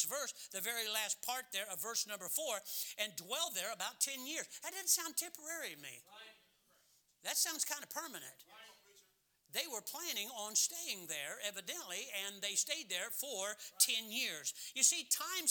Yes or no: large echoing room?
yes